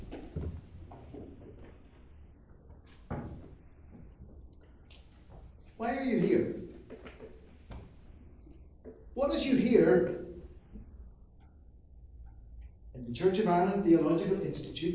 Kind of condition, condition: setting, large echoing room